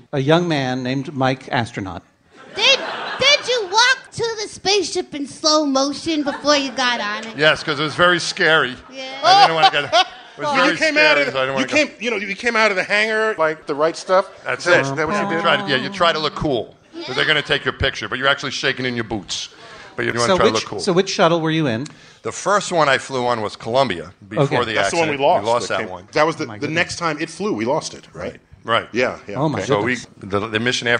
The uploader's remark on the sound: Live at the Bell House. At the Bell House in Brooklyn, NY. For our second show in front of a live audience.